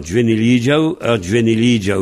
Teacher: on dit Aou, au lieu de dire Ou. C'est pour ça qu'on met un accent grave sur le U, pour indiquer, c'est pas un Ou, c'est soit un Ou, soit un Aou.